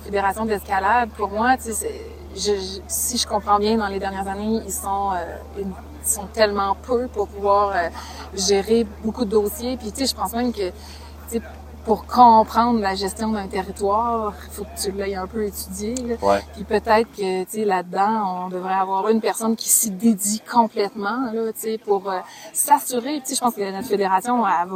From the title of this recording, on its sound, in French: live de Ten Sleep Brewery